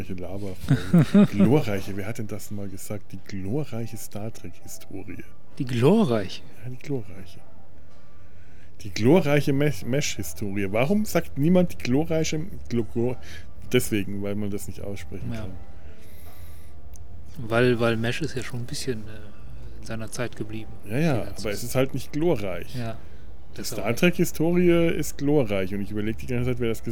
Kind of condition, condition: setting, outdoors